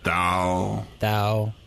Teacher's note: It's like a soft T, an unaspirated T.